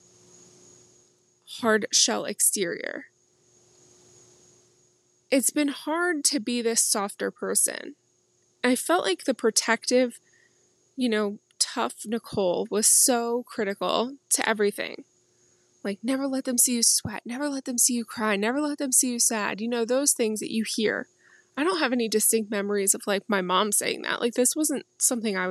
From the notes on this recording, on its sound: I hope you enjoy this garden episode, recorded from my favorite seat, in the center of it all.